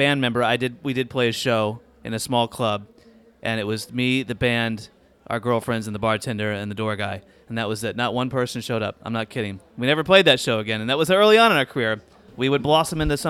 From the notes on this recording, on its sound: Live from #AWEurope. Joins the podcast live from Advertising Week Europe.